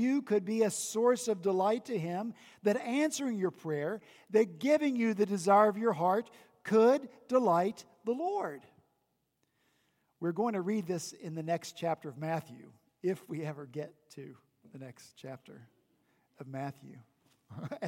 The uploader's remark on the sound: At Redeemer Presbyterian Church in Charleston, SC